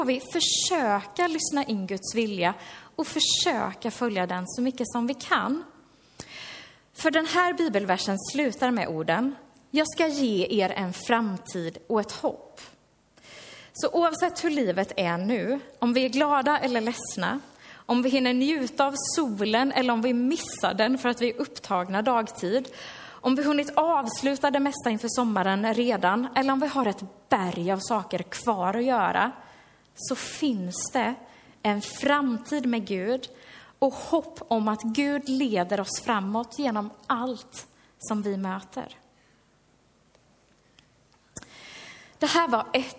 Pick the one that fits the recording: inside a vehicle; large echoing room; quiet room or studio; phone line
large echoing room